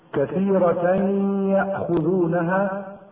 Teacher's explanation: وراء كثيرة تفخم لأنها مفتوحة، كثيرة يأخذونها تنوين وبعده ياء، ويدغم التنوين في الياء بعده مع بقاء الغنة بمقدار حركتين ويسمى إدغاما بغنة.